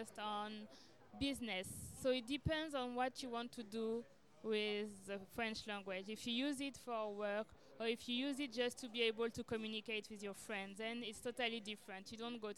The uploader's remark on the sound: We went live at the MESH Confab and spoke to a number of people. MESH Creative Confab is a biannual event that brings together the very best of Ghanaian creativity under one roof.